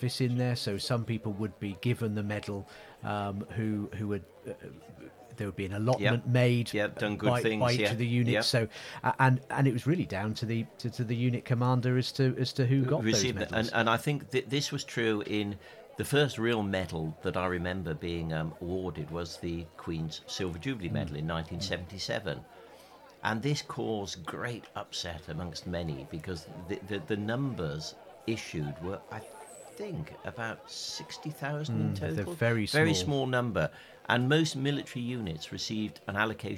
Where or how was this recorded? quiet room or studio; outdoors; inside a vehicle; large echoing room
outdoors